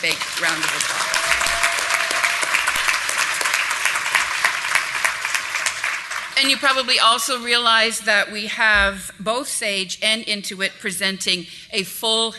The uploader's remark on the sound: Live Broadcast at the The IPBC IGNITE Conference.